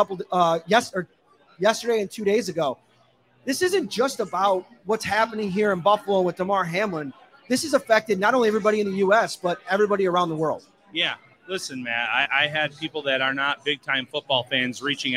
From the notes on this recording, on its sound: LIVE at Wingnutz in North Buffalo. Take some questions from fans.